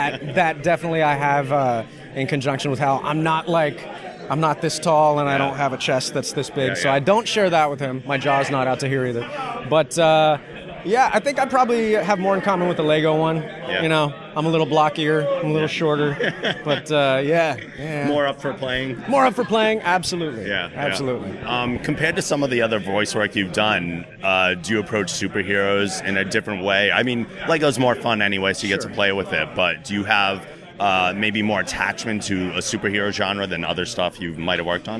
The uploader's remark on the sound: SDCC 2015 Interviews.